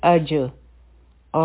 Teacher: دلته مونږه حمزه د جیم سره کنیکټ کو او په جیم باندې به قلقله کو آواز به واپس راځي